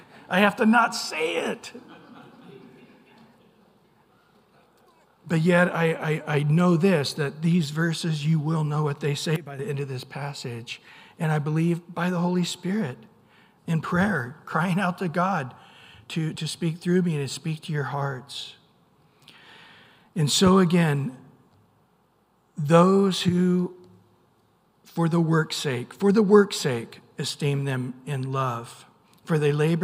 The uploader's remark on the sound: Recorded at Calvary Chapel of Los Alamitos on Sep 3 2023 on Sunday Morning Sermon.